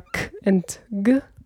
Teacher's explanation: So they are produced at the velum, the soft palate. Which are k and g, and in some dialects of English you also have kh, like in Scottish. · Term: velar sounds